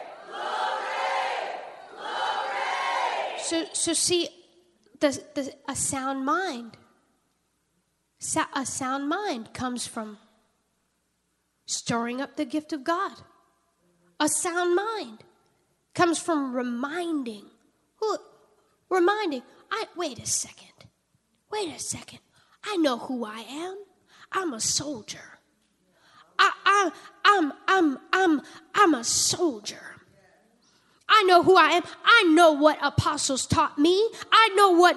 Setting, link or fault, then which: setting, large echoing room